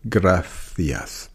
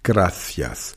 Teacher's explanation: Das heißt, ein C vor einem I oder einem E wird wie das englische TH, das F, ausgesprochen. Also die Zunge zwischen die Zähne · Shown in: first take · gracias. In Lateinamerika sagt man einfach nur ein S-Laut, gracias. · Term: Zungen-S